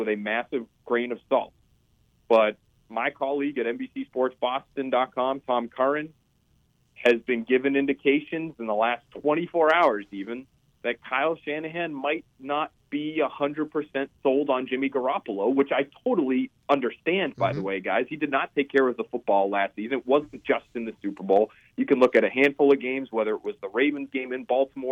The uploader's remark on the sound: joined on the phone by NBC Sports Boston reporter